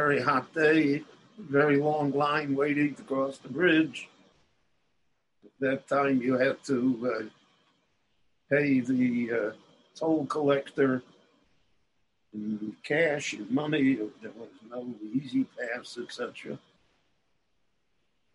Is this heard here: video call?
yes